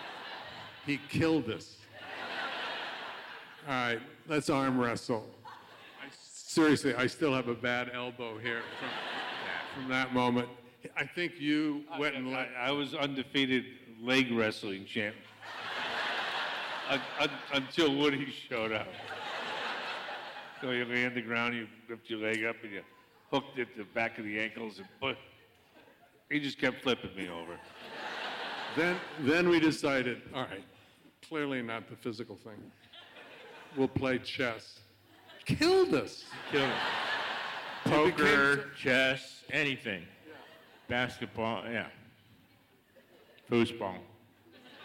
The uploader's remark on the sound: This conversation was recorded live at ATX TV Festival Season 12. In Austin, TX.